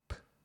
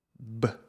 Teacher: o som P da letra P é surdo, não há vibração das cordas vocais. E o som B da letra B é formado exatamente da mesma forma, mas é sonoro, com vibração das cordas vocais. P, B. Ou seja, podemos dizer que estes sons são a versão surda e sonora um do outro.